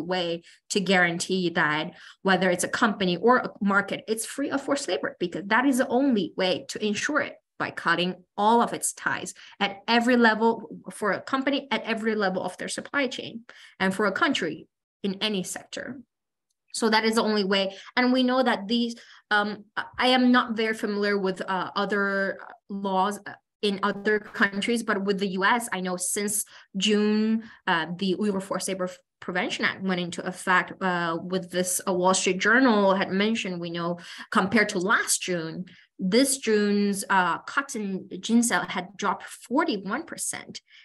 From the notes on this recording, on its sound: Recording from online webinar